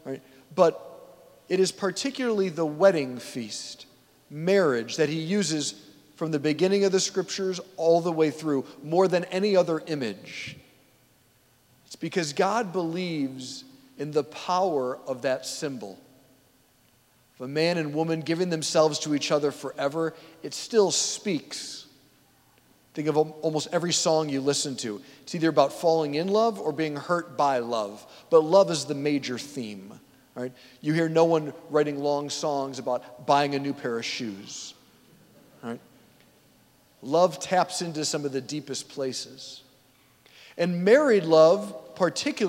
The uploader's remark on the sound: at St Basil the Great Catholic Church in Brecksville, OH